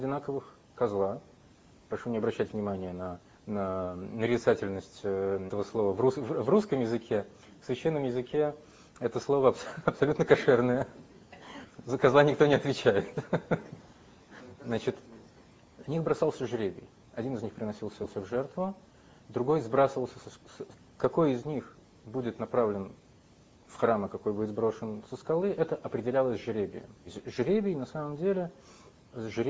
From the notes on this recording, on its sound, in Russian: с небольшими дефектами звука